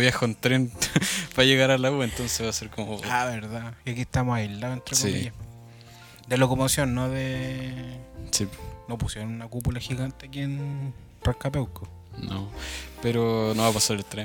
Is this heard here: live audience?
no